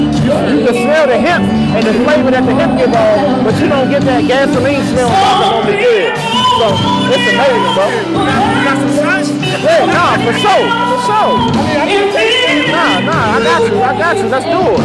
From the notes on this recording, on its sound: We were LIVE at the Taste of Black Spirits Event at the Garden Theater in Detroit